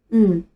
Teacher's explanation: 注意气流一点都不能从口腔里流出来，要从鼻腔发声